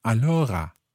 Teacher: the R sound becomes a little more like a French R